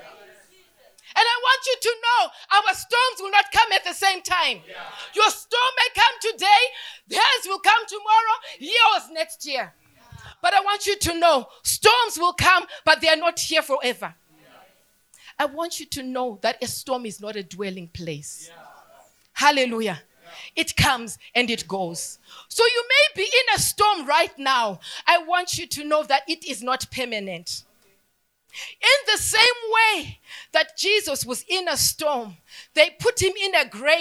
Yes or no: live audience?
yes